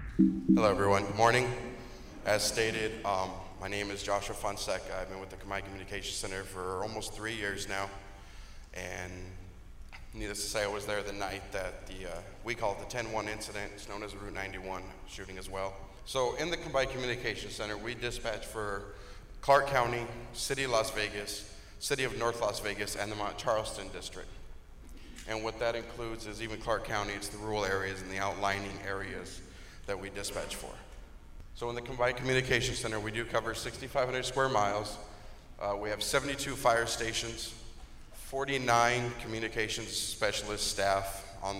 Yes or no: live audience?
yes